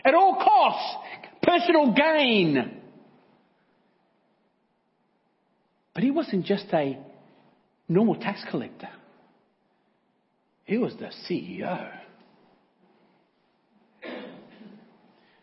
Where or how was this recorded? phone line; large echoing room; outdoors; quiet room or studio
large echoing room